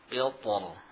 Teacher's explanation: Nah, namun karena huruf to, ya, yang lebih dekat kepada ra ini, ya, adalah huruf isti'la, huruf itbaq, ya, tafkhim, sangat nampak, sehingga kalimat al-qitri ini saat waqaf bisa pula dibaca dengan mufakhamah, ra-nya bisa dibaca tebal, ya, di mana pengaruh huruf to ini lebih dipertimbangkan, ya, qitr, ya, lebih mengangkat tafkhim pada ra, ya, dibandingkan apa?